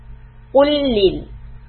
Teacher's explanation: Make sure that for the Dhamma you round the lips for قُ and from the Lam which has a shadda قُلْ Flatten the